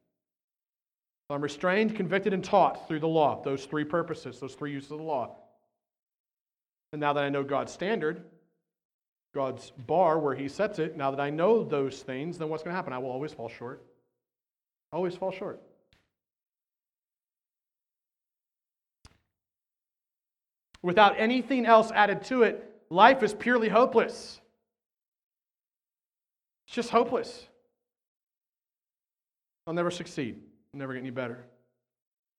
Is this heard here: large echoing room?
yes